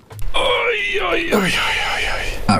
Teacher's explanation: Själva ljudet, det är ju ett ljud som kommer sig av att man förbereder sig för en ansträngning genom att ta in lite luft i lungorna, stänga vägen ut genom att stänga stämläpparna. Och stönet uppstår när man öppnar vägen ut igen, så öppnar stämläpparna. Då kommer det ofta först en fonetiker skulle kalla en stämbandsklusil. · Term: gubbstön